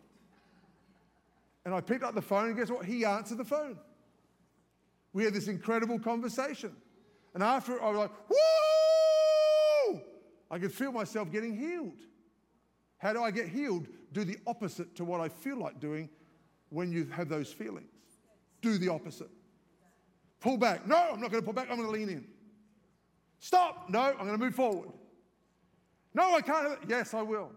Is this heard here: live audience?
yes